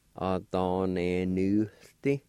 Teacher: there's a faint H sound that comes into play when a vowel sound is dropped